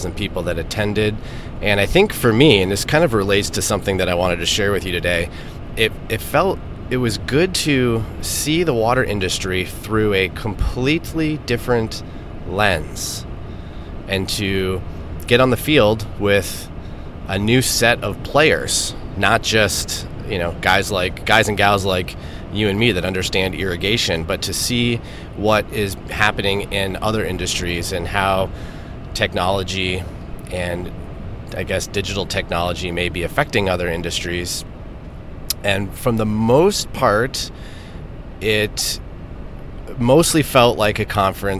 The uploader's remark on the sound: I'm actually at the moment driving back from Grand Rapids, Michigan.